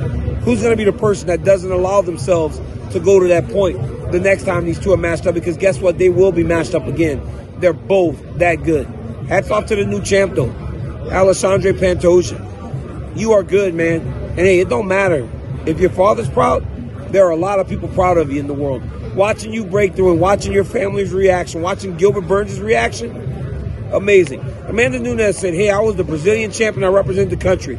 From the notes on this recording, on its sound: Live from the octagon. At UFC 290.